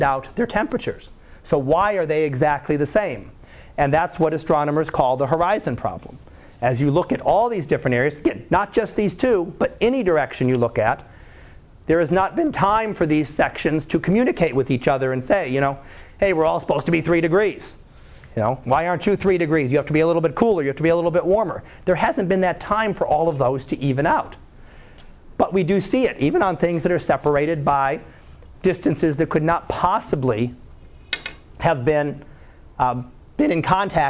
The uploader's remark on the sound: Live Class Lecture